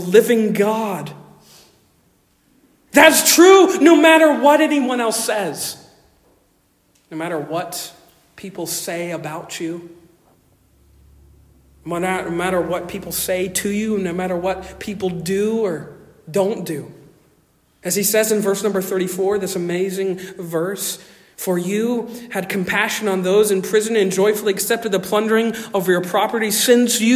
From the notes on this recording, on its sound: Originally delivered 21 May 2023 at Stonington Baptist Church, Paxinos, PA. At Stonington Baptist Church, Paxinos, PA.